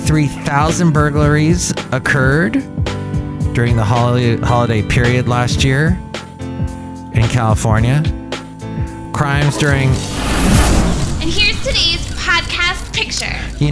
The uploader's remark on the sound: podcasts live from Cafe Anyway